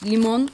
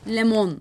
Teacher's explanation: Yine İ sesi E sesine dönüşüyor. · Shown in: second take · Limon, lemon oluyor.